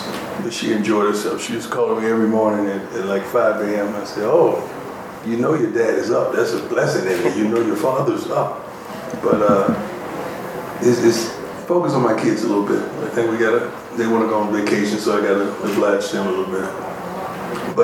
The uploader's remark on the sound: Post-game press conference